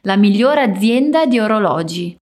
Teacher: note o som de azienda, com esse Z mais vibrado, como se fosse um DZ juntos.